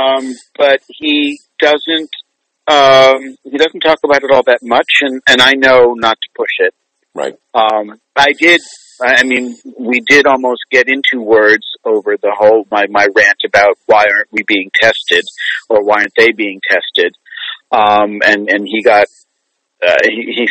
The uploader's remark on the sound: spent some time with me on the phone